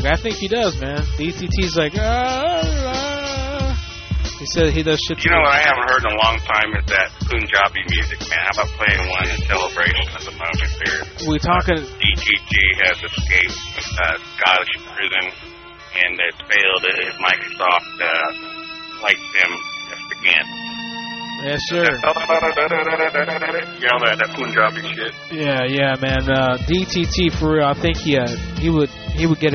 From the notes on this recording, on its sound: Prank Phone Calls